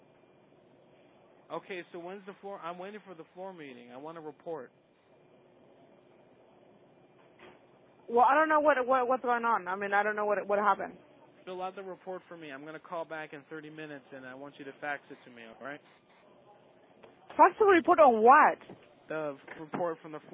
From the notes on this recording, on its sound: Prank Phone Calls.